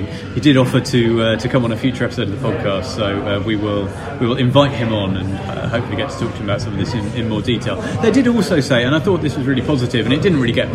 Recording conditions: background noise